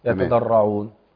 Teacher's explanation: دي احيانا يعني بتخفى يتضرعون فيعني هي غنة ناقصة في طبعا هقف على النون المتحركة بالسكون فالغنة بتكون ناقصة ما لا تكون كاملة